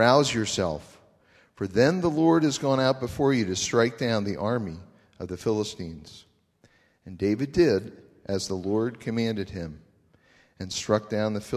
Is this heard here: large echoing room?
yes